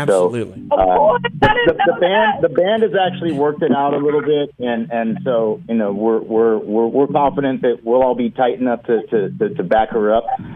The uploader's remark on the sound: Join the MY-101.5 morning show by phone.